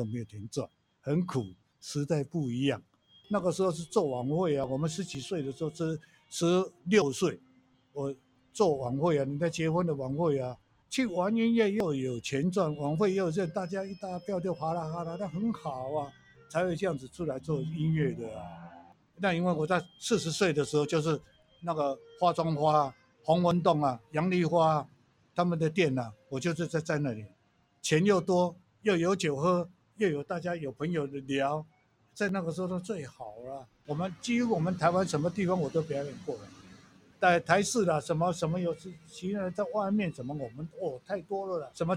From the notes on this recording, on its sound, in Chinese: 有點熟游擊廣播電台其中一個特色是「游擊」，把野營帳篷變成電台，在各個公園廣場隨機游擊錄音。整個11月，我們游擊了大安森林公園，幾乎每天早午各去一次，採集了許許多多的熟齡故事。臺北市大安森林公園的薩克斯風老師。